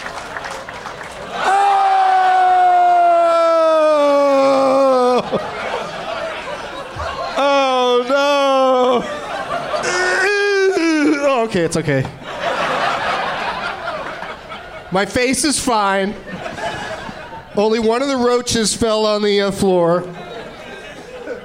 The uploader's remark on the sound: Live from the Helium Comedy Club in Portland